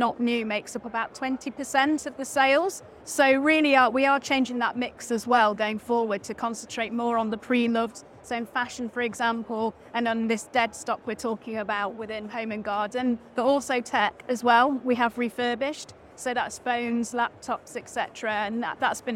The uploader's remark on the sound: This episode of the RETHINK Retail Podcast was recorded live at the Retail Technology Show in London, U.K.